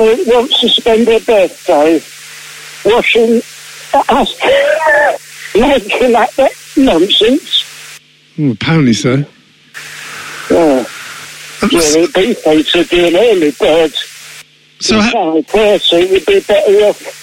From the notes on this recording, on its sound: This is what happens when you call a confused pensioner at a bus stop.